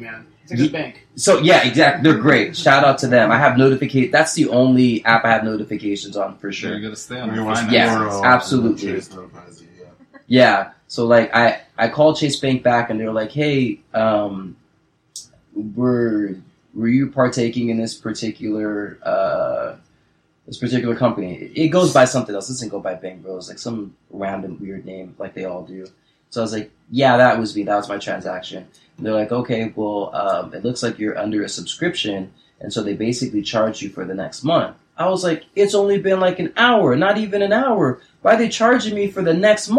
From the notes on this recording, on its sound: That crispy clean sound you were used to, is not a go for this pod ep.